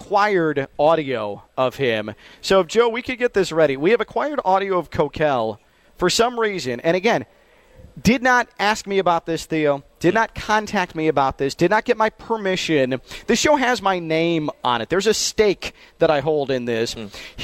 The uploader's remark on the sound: Live From ACC Media Days